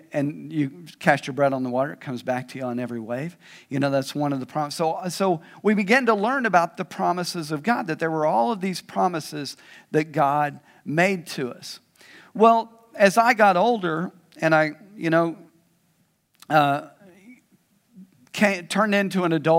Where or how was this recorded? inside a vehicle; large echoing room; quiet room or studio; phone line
large echoing room